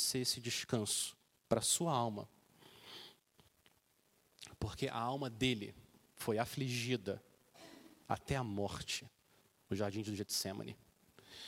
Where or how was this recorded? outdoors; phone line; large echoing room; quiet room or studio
large echoing room